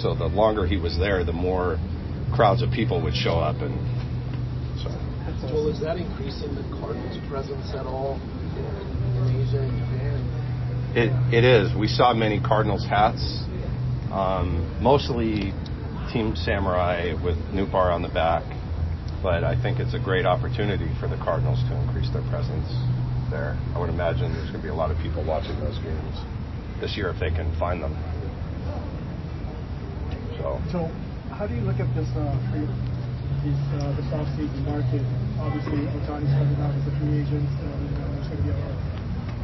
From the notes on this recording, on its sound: Live from the GM Meetings